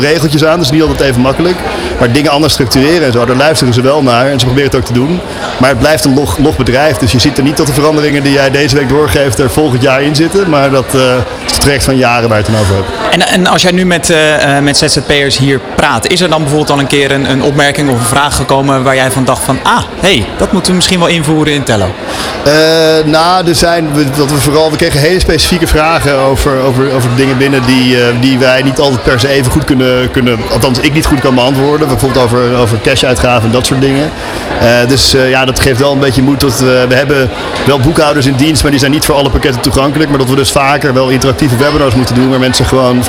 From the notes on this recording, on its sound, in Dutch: Op 15 april werd ondernemerschap in het zonnetje gezet op de Dag van de ZZP’er 2023. Vanaf de locatie, Hart van Holland in Nijkerk, deed De Ondernemer live verslag van hét evenement voor zelfstandig ondernemers.